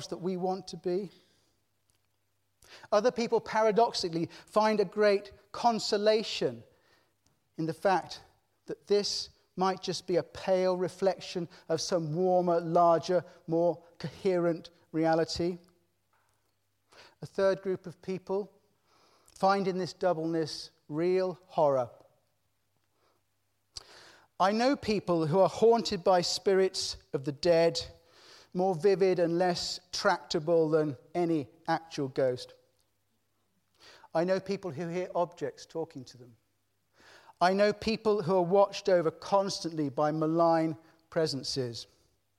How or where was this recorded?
large echoing room